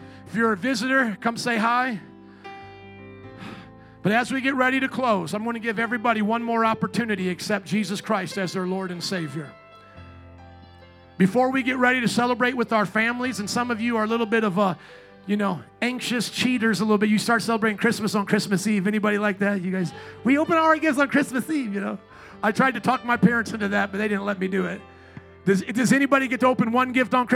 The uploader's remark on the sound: 2023 Christmas Eve Service.